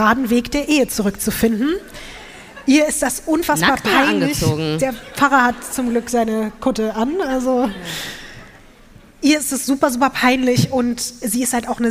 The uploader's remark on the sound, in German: LIVE in Frankfurt am Main